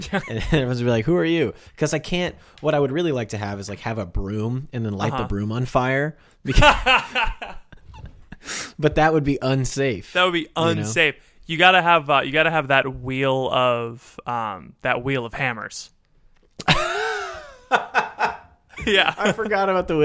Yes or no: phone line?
no